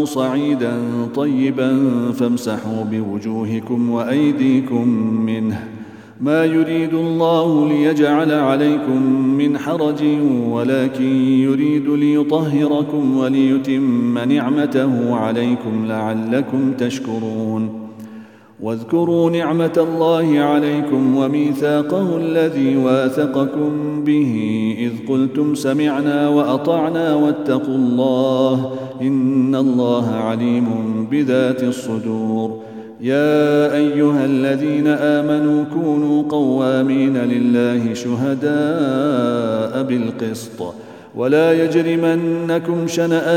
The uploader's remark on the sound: at the Houghton Masjid (West Street)